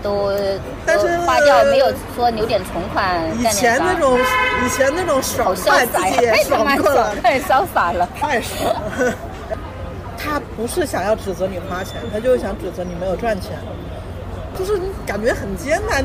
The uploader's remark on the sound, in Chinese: 室外录音，尝试降噪后声音古怪，保留了咖啡店杂音。